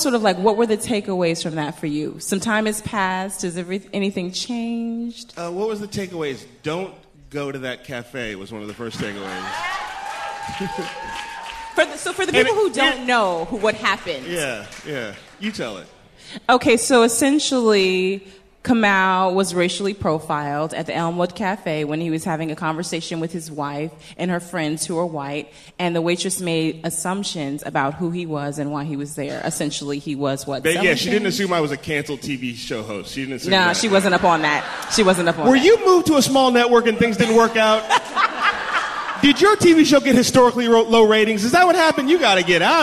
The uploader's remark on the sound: Our first live show!